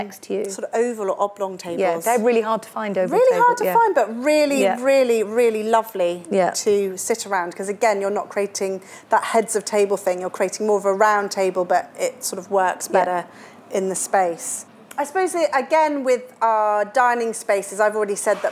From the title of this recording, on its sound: Live from Dublin!